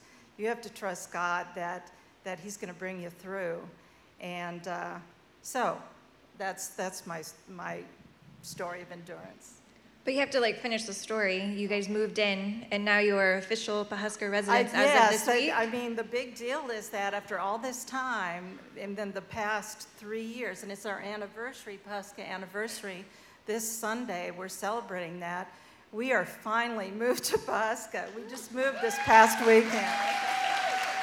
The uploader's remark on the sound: Live Panel Discussion